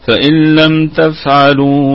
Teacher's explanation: فإن حال الوقف ستكون غنة نون في الدرجة الرابعة من درجات الغنة لأنها ساكنة، أما وصلا فليس فيها غنة لأنها نون ساكنة بعدها حرف اللام فحكمها إدغام بغير غنة، يعني هذه النون ثابتة في الرسم محذوفة في الحكم وصلا.